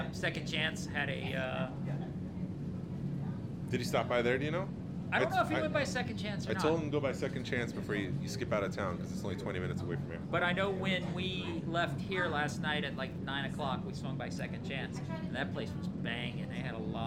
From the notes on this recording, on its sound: Recording from the Georgia Alliance of Star Wars Collectors (GASWC) table as the annual toy show, Toylanta, winds down on a Sunday afternoon. Interview vendors and attendees.